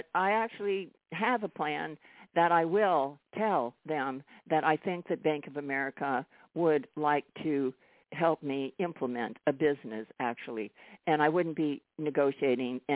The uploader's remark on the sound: TNTSuperfantastic Conference Call.